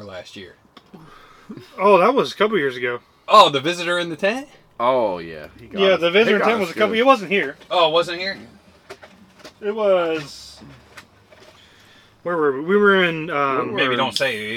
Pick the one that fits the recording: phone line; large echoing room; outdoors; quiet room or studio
outdoors